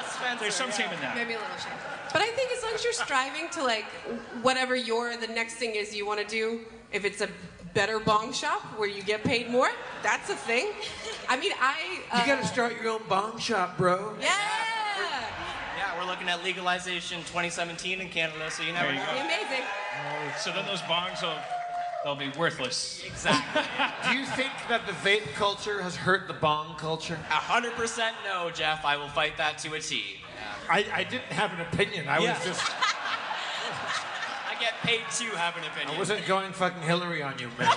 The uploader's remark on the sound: Live At JFL Toronto 2016